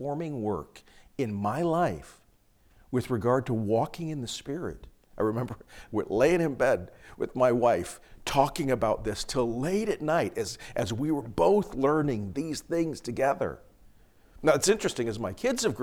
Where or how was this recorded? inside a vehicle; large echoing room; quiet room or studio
large echoing room